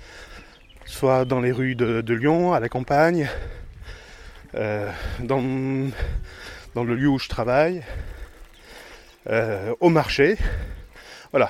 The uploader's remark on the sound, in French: Enregistrement avec Zoom H1 en extérieur à la campagne.